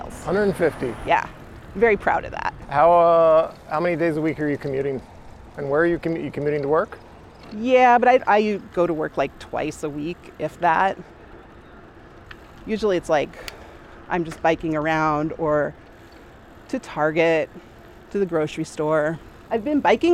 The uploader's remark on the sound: A special episode of the Wedge LIVE podcast recorded on bikes in Northeast Minneapolis